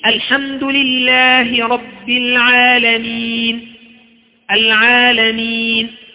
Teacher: الياء هذه أعطتنا حركتين لأن هذا حرف مد